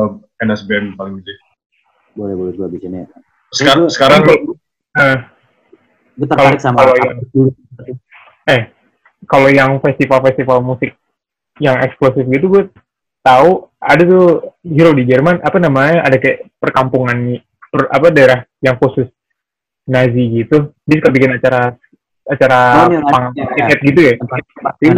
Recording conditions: video call